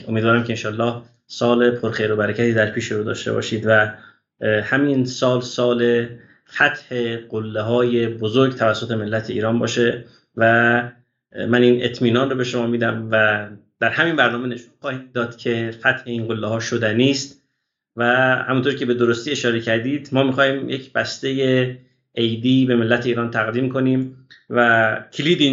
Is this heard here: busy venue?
no